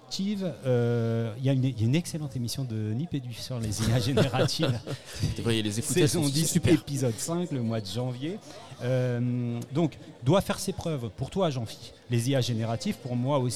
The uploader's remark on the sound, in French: en enregistrant en public à #Ludovia20 , l’université d’été du numérique éducatif